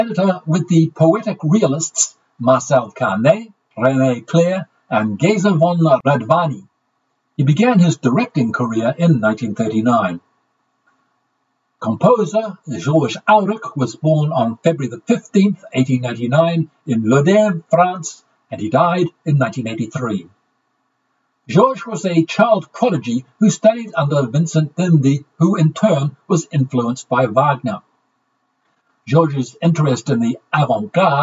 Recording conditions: poor sound quality